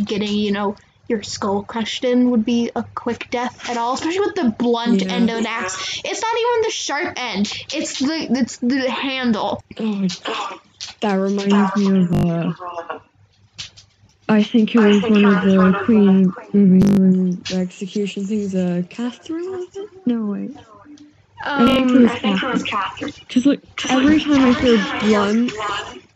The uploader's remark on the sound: I highly apologize about the audio and the echo we're still trying our best to figure everything out.